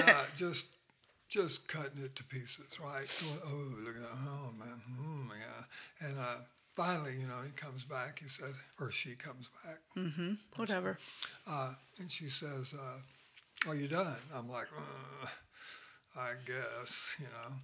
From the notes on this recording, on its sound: The sound is a bit low